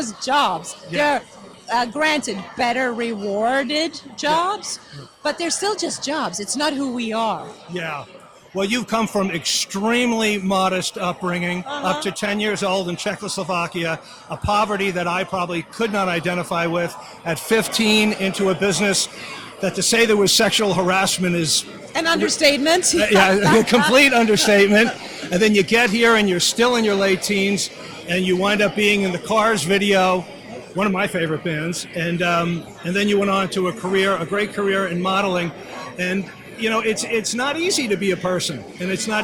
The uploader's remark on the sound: at the 19th annual East Hampton Library's Authors Night